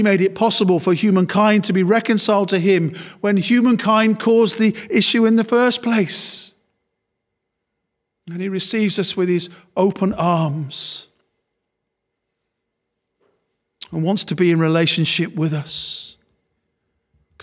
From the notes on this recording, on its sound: Worship from Morley Salvation Army, originally broadcast live in March 2021